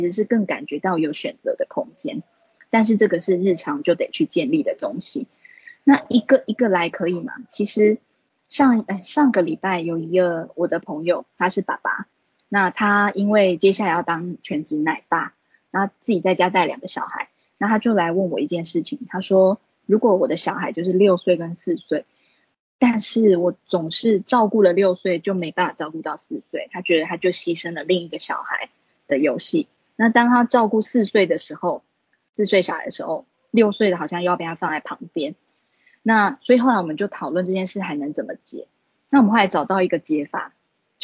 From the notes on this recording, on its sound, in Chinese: 此為線上課程錄音檔！